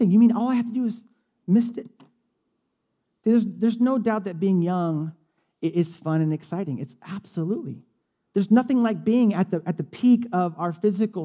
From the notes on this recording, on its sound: Delivered on 8 October 2017 at Grace Church of La Verne . Delivered on 8 October 2017 at Grace Church of La Verne .